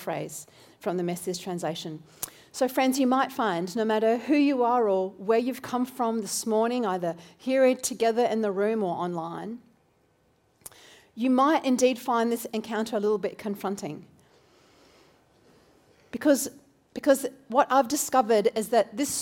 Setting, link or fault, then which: setting, large echoing room